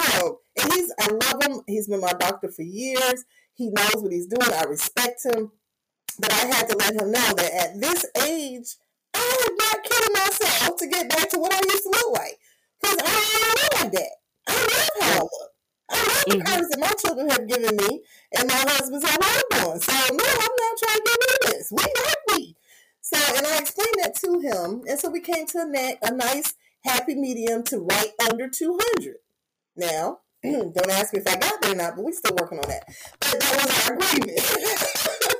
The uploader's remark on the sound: Please note: There were some distortions with sound in this episode. Some of the sound challenges presented.